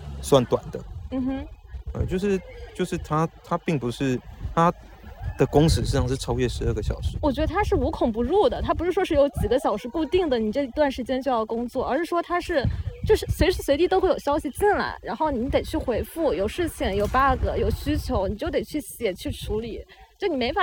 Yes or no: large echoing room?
no